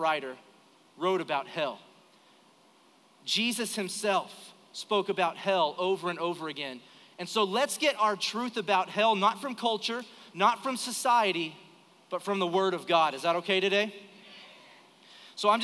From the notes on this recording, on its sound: Recorded live during our Sunday morning service